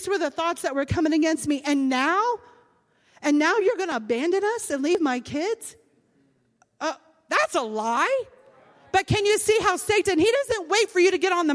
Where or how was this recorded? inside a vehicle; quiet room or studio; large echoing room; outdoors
large echoing room